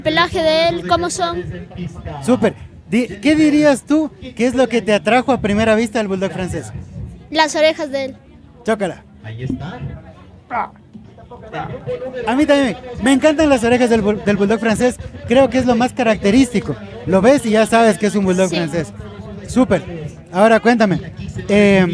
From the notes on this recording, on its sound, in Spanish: Los episodios que grabamos en la Expo Mascotas fueron posibles gracias a una valiosa alianza estratégica con la organización de la feria. Llevar nuestro podcast a la Feria Expo Mascotas no fue una tarea sencilla.